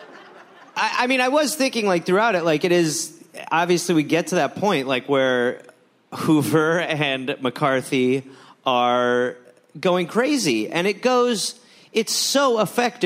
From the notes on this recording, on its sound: Recorded live in Portland.